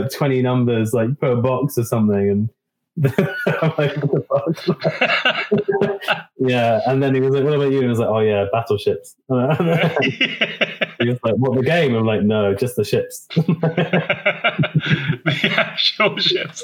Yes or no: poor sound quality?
yes